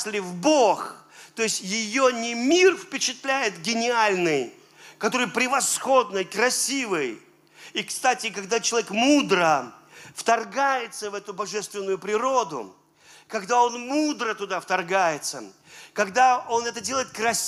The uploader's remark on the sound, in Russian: Запись с утреннего служения, ежегодной молодёжной конференции "Открытое Небо 2022.